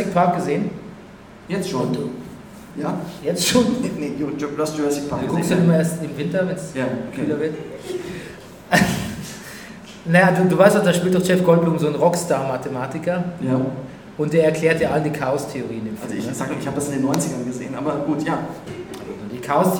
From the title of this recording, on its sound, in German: Brennerpass Live aus Neukölln